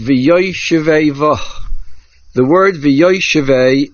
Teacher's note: the word v'yoyshevei is mil'el, where the main accent is on the yud, since the word vah causes the shift in accent to go back one syllable.